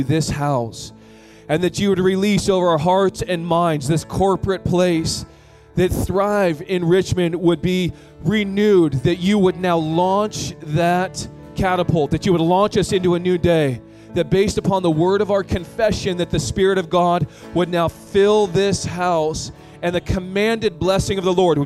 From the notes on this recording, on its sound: (2nd Service). Sermon Series: Thrive Leadership Conference (Session 7). At THRIVE Church Vancouver, Canada.